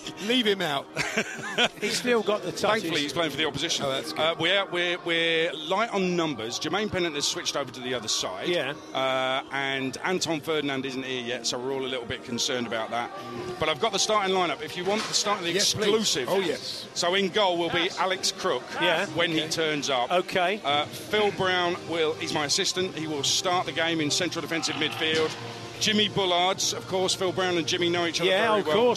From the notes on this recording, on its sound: Live at the talkSPORT Trophy five aside match which ended in dramatic fashion!